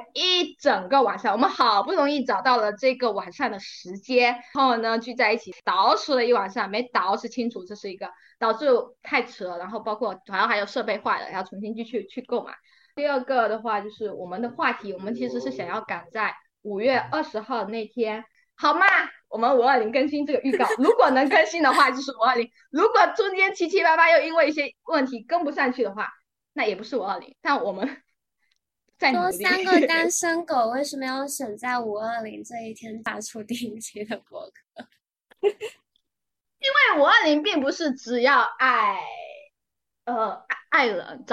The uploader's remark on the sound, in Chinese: 录制当天有人加班，有人设备出错，有人得了重感。录制后发现，好多难剪的口癖、抢话以及扯七扯八。